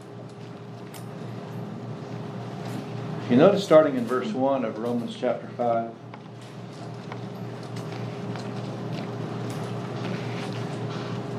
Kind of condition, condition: setting, live audience